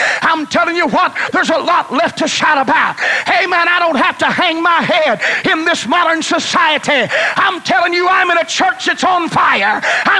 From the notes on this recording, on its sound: was preached in Olla, Louisiana on a Wednesday night, campmeeting 1995